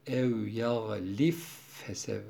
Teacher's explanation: harfinden sonra fa harfi gelirse ba'yı fa'ya idgam ederek okuyor